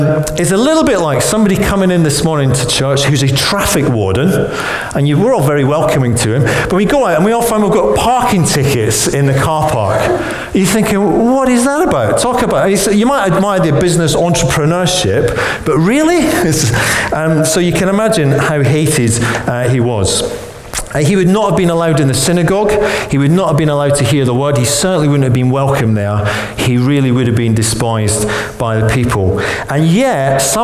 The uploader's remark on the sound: Recorded on 10th January 2016 at our Bournville gathering